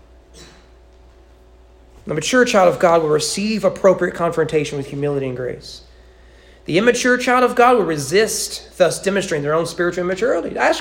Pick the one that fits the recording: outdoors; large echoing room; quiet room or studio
large echoing room